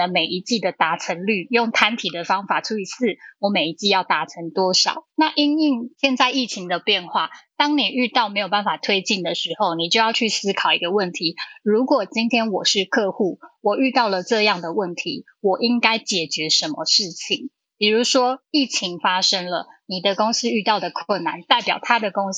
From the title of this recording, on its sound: Live on Clubhouse